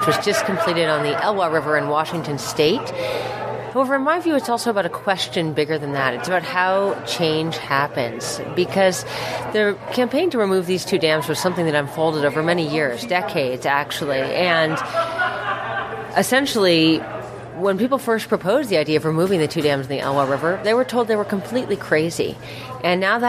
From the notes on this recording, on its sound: Interviews at the International Wildlife Film Festival. Instead of one expert interview we have a series of interviews with a wide variety...